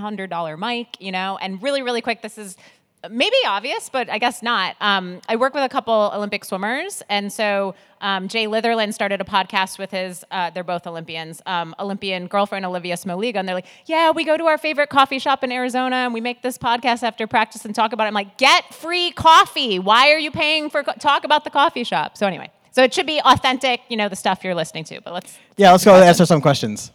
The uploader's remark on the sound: (NAMM 2024). In this riveting panel at the NAMM Show we discuss starting your own podcast and how to reach podcasters.